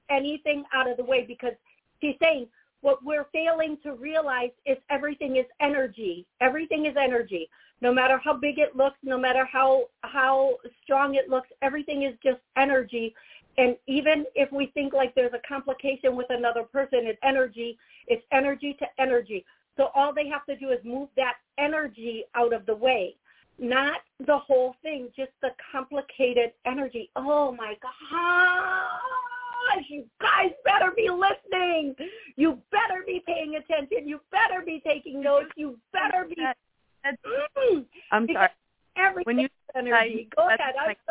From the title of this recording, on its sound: Taking callers Live